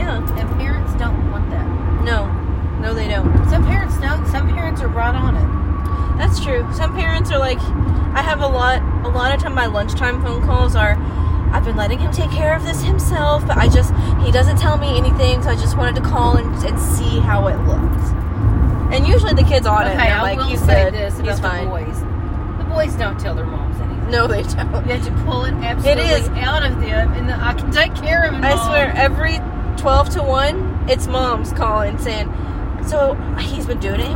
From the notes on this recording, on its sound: We are channeling our inner comedians getting coffee and recording this one in the car, so join us for some automotive ambience.